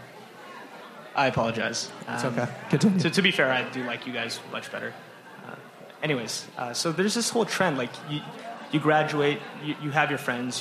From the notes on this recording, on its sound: A live performance. A little Q&A with the Marketing Interns in the crowd. This is our first of hopefully many live shows.